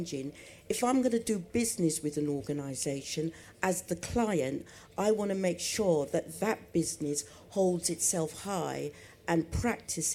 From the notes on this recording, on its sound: EG at MIPIM. Recorded live at MIPIM 2023.